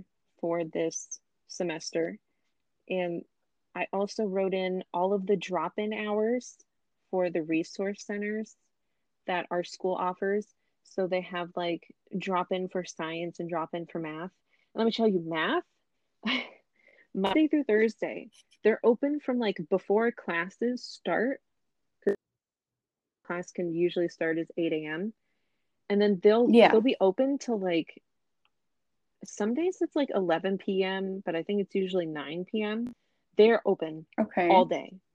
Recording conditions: drop-outs